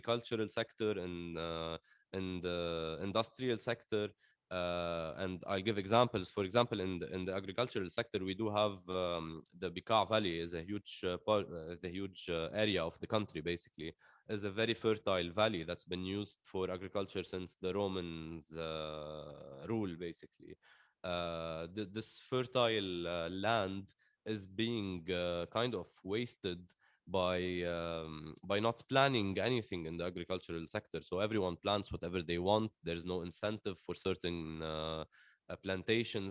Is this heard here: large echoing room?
no